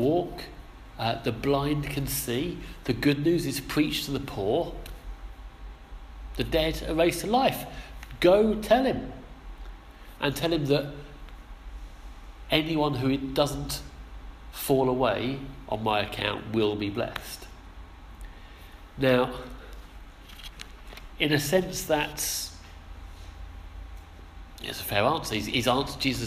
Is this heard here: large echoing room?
yes